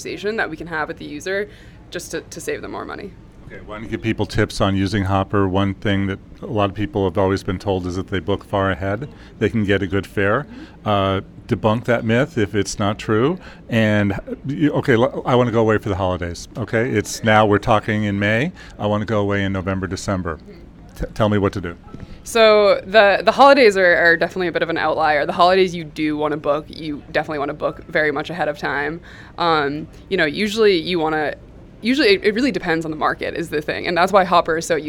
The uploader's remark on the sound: from the Google I/O conference in Mountain View, CA